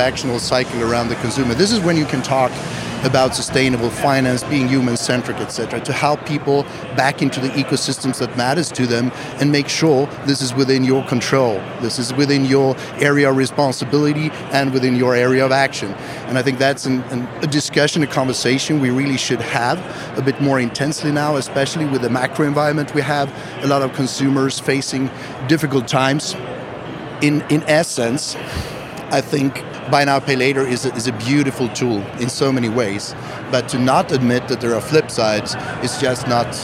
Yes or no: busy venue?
yes